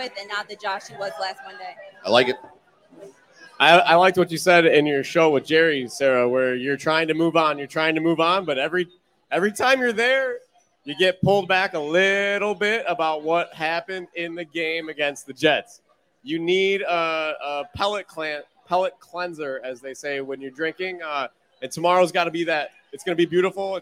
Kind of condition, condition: setting, busy venue